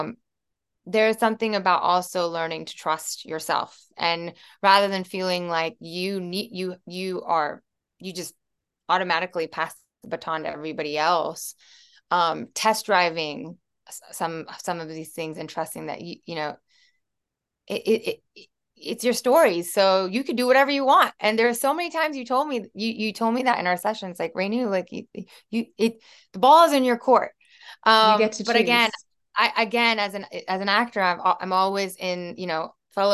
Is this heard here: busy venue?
no